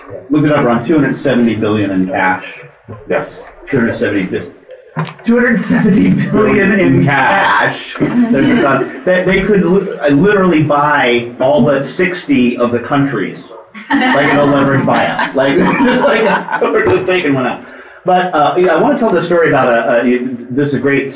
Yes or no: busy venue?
yes